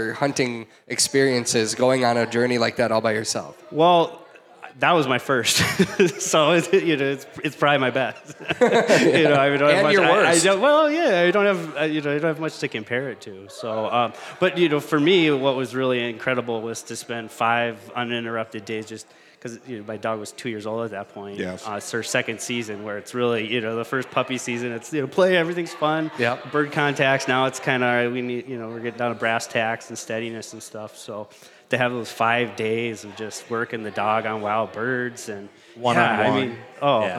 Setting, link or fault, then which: setting, live audience